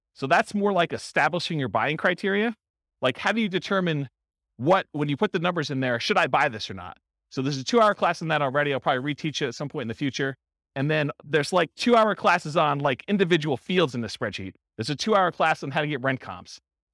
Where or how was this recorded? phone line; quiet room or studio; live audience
live audience